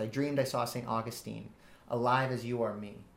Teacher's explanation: this line happens to be an iambic tetrameter, which means just four beats.